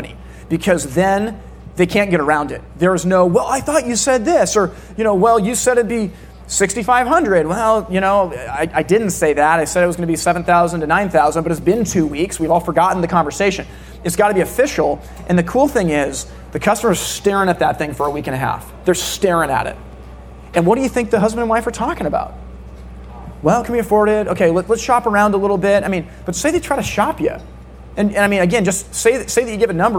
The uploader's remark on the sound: NE Distribution Keynote. A keynote address that he gave in the summer of 2023 in New Hampshire.